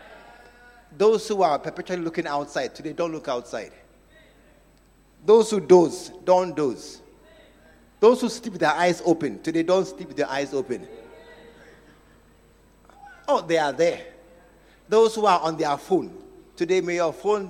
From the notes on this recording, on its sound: Preached at the True Vine Cathedral. Bantama.